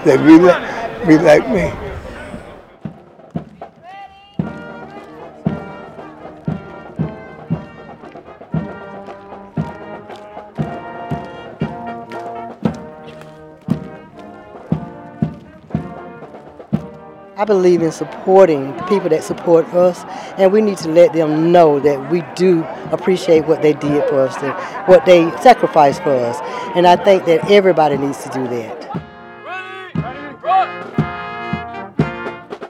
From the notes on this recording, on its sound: The Festivities include speakers, a marching band, a parade and displays of camaraderie and gratitude from cadets, civilians, community leaders and fellow veterans. The WRGC News Desk brings you this audio postcard from today’s event.